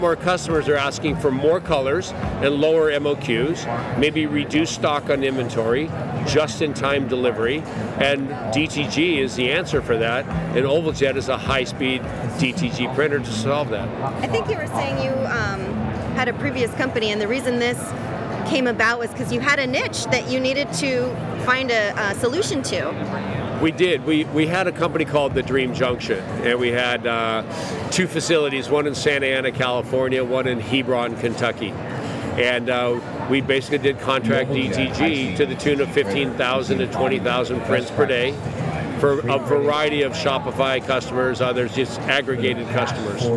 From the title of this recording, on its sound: Live from ISS 2022 In Long Beach